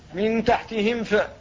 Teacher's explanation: للنطق بالميم ساكنة قبل الفاء، دون قلقلة ودون إخفاء · Term: الإظهار